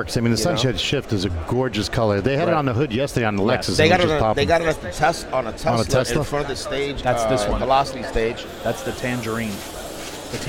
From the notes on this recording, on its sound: Unique Radio's special coverage of SEMA 2017. Live from the Orafol booth.